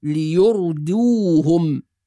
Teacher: ونحافظ على ترقيق الدال، فلا نقول ليردوهم ولا ليرضوهم بالضاد، وإنما ليردوهم دال ضمة دو، ليردوهم.